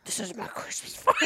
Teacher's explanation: a scary, low, guttural voice